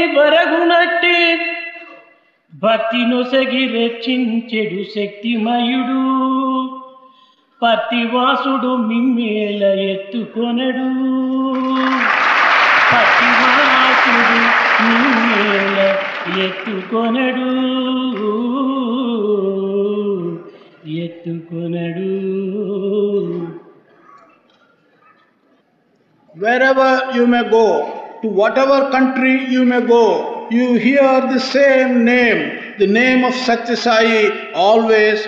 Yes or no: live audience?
yes